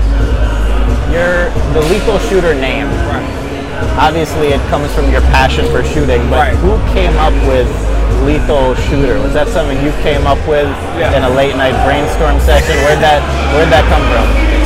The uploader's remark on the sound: We filmed this on location at a Red Bull event in Brooklyn NYC. The first in person episode since covid!